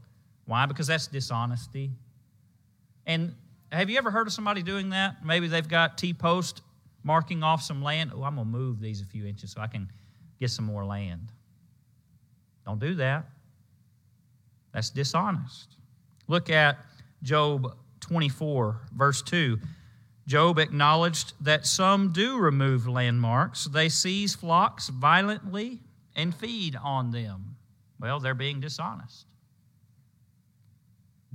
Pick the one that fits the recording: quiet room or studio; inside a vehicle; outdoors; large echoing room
large echoing room